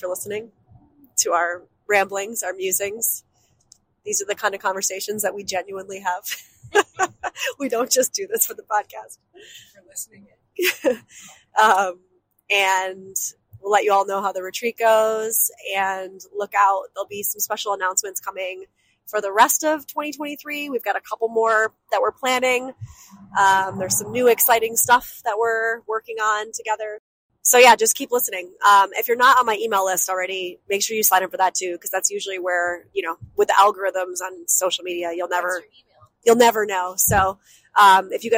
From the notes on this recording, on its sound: Passed a miniature microphone back and forth in the car to record a conversation they were having on the way to their New Year's retreat.